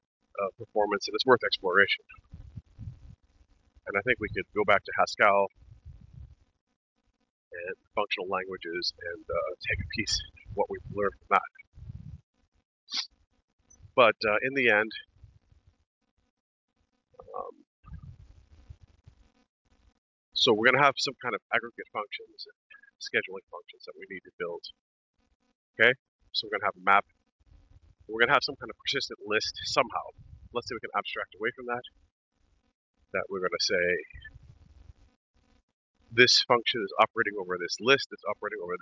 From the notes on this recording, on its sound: In this walking podcast.